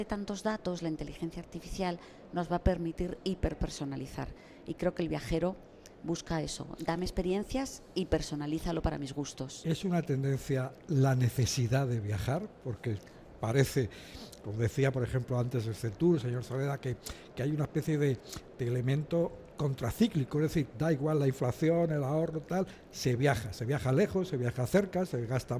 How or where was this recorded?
busy venue